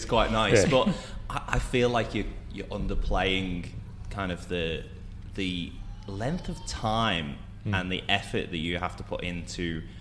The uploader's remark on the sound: The episode was recorded at The Mallow Hotel in Skipton Street, Ballarat